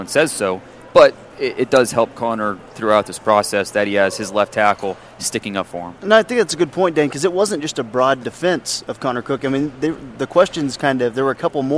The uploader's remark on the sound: LIVE From 2016 NFL Combine